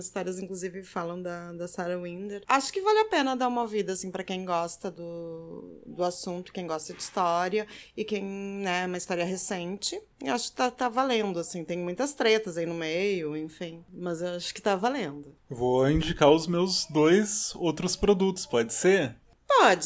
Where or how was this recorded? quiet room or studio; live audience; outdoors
quiet room or studio